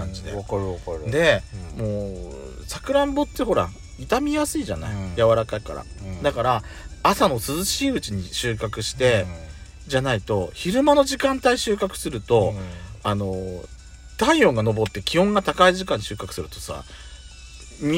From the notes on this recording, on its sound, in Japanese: パーキング収録